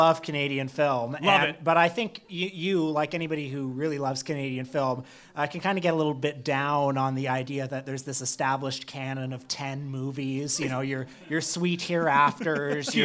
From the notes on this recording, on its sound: got on stage at the What The Film Festival Bazaar